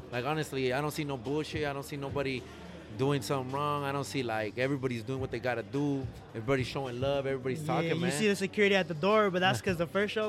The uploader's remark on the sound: Live From 479 swapmeet in springdale ar